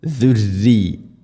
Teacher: ദുരീയത്തിന റായിനെ തർക്കീഖ് ചെയ്യണം, നേർപ്പിക്കണം. ദുരി ഇവിടെ അധികം ആളുകളും ദുറിയത്തിന എന്ന് പറയാൻ അല്ലെങ്കിൽ ഓതാൻ സാധ്യതയുണ്ട്, ശ്രദ്ധിക്കണം.